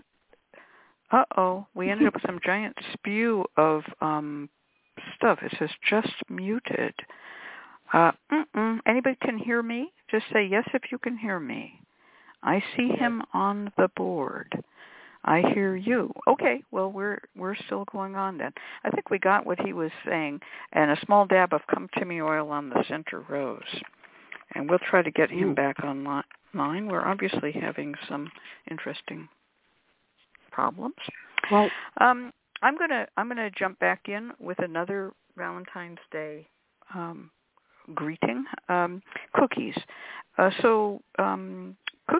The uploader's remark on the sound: The Lucky Mojo Hoodoo Rootwork Hour is a real, live call-in show where the general public gets a chance to ask about actual problems with love, career, and spiritual protection.